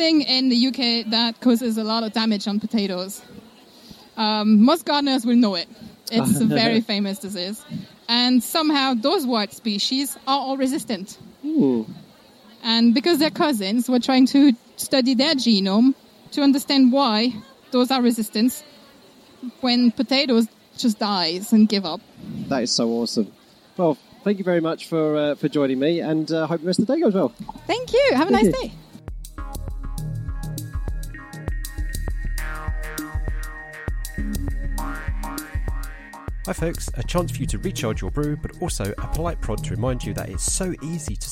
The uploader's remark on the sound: A special episode recorded on-location at the Norwich Forum for the Norwich Science Festival.